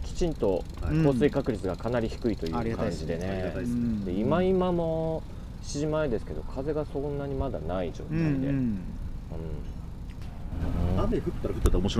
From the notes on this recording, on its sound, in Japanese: 収録地： さいたま市 秋ヶ瀬公園 バイクロア会場。突撃レポート。収録地： さいたま市 秋ヶ瀬公園 バイクロア会場。収録機材： ZOOM F3 (レコーダー)、 ZOOM ZSG-1, AKG D5（マイク）。